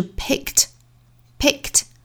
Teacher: 因为前面是清辅音嘛，后面要加的这个音仍然是读清辅音